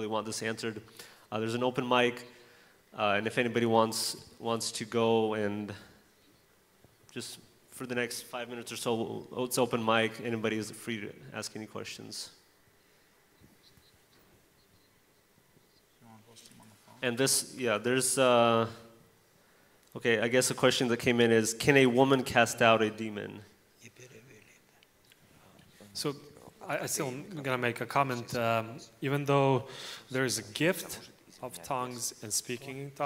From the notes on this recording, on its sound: In today's service we have the Q and A Forum panel, where our pastors are answering the questions from the audience(from our youth).